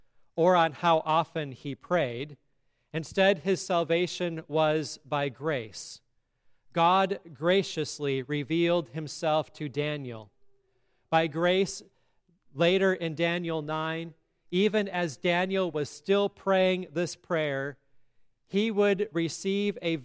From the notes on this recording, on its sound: sermon at Grace Lutheran Church, Lexington, MO